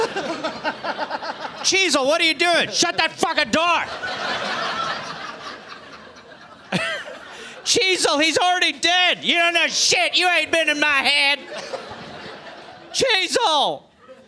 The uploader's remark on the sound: Live in Syd. Recorded at the Sydney Comedy Store.